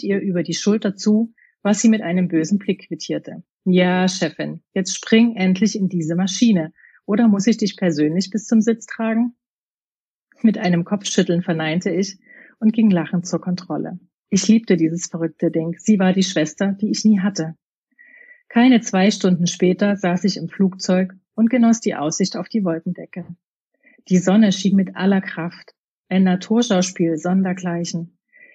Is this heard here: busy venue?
no